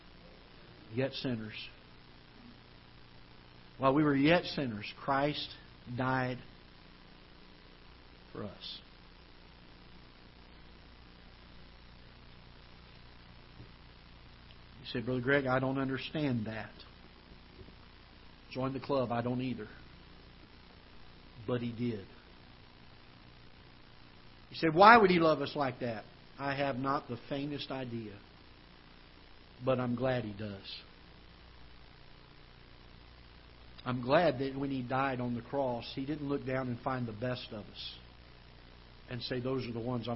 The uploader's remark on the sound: Ketha Heights Baptist Church ~ Live Broadcast